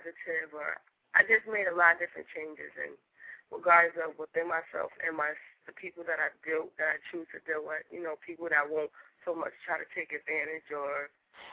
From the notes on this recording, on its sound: callers are free to call in and ask questions or request short readings